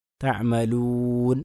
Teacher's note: അതിന് ശരിയായ ഉച്ചാരണം തഅമലൂൻ, വാവിനെ ശരിക്കും ചേർത്തിക്കൊണ്ട്, ചുണ്ട് ചേർത്തിക്കൊണ്ട് തന്നെ പറയണം